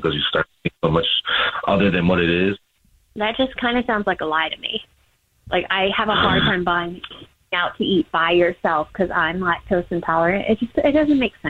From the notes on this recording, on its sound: there is a woman on the phone